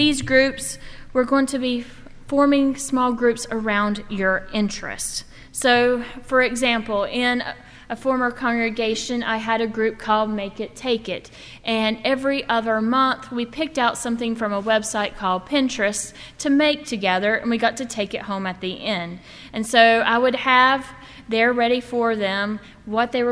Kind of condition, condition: setting, large echoing room